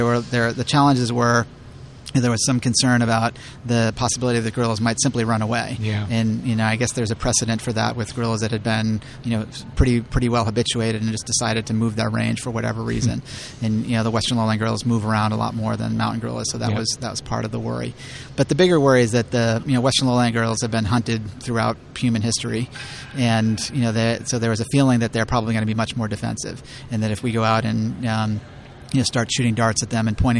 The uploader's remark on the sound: The conference was held at Navy Pier in Chicago, USA. The PrimateCast On Location at IPS 2016.